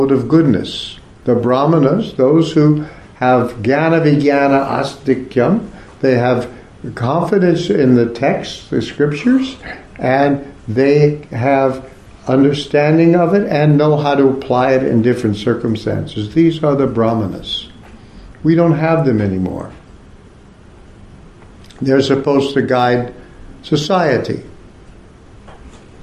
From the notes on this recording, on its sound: Part of the Bhakti Legacy Conference offered at the ISKCON temple in Korsnas Gard, Sweden.